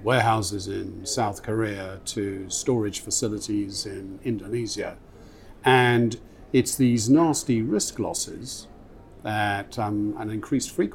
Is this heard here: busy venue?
yes